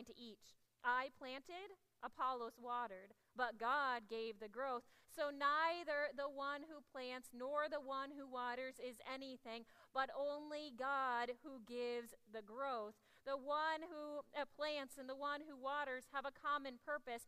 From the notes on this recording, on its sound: Audio from 9am service